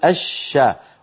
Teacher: الشمس ندغم اللام في الشين